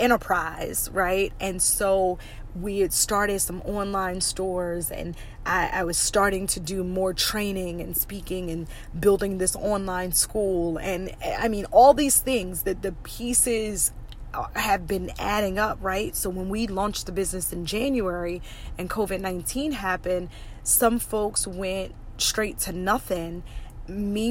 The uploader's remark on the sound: Car Conversations. Let's just have a quick chat in the car!